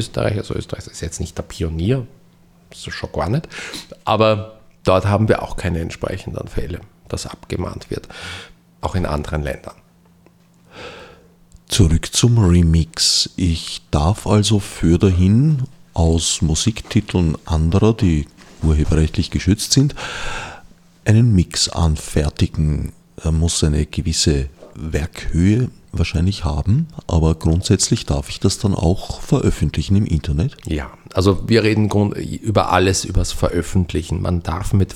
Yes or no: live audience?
no